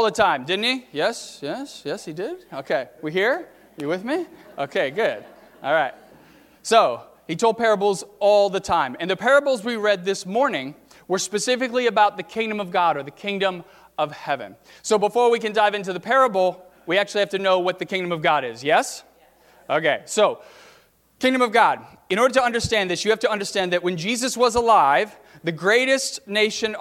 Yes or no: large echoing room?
yes